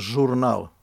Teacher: suhu ässän tämmöinen soinnillinen variaatio